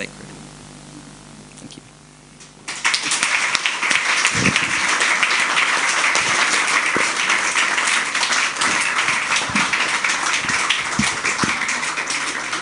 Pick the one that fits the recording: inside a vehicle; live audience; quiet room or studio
live audience